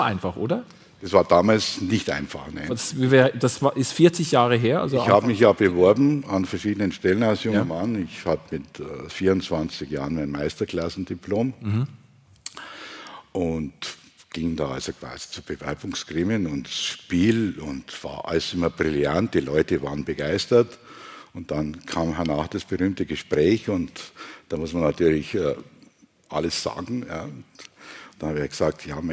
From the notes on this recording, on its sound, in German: live aus der Lokremise in St.